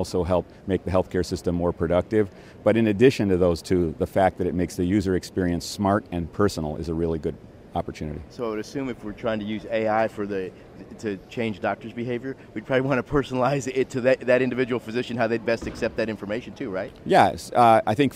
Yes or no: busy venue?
yes